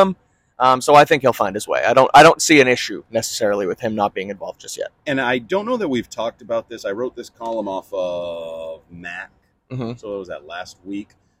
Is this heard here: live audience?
no